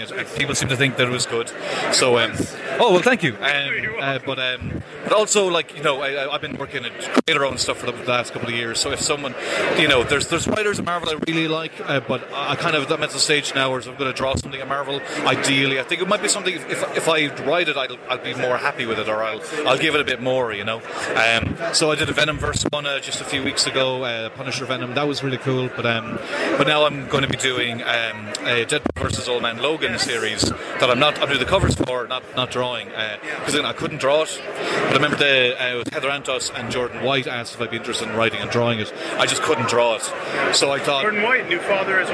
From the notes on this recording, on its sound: NYCC 2017 - Artists Alley Day One. Share stories from the convention floor.